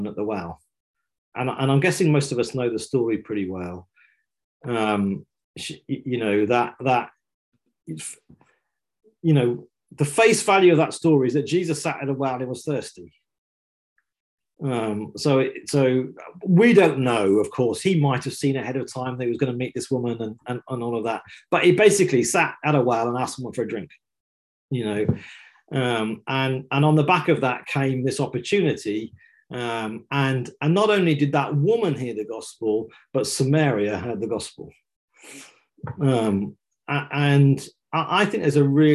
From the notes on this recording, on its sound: This week we're bringing you a live episode from a recent online training session.